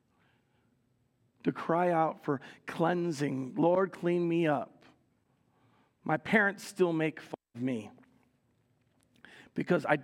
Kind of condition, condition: setting, large echoing room